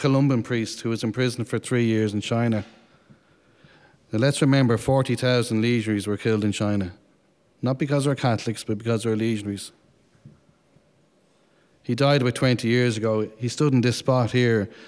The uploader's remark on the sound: Men's Conference, held at The Morning Star Legion HQ in Dublin, Ireland on January 14th, 2022.